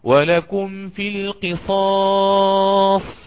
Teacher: أن يصلها بواو لفظية بعد الضم ويأتي بالقصر · Term: الصلة مع القصر